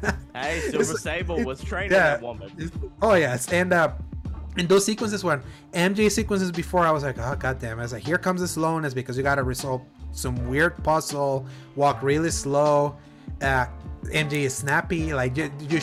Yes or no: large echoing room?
no